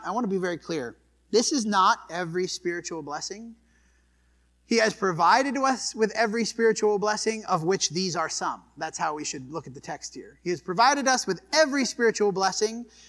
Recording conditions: large echoing room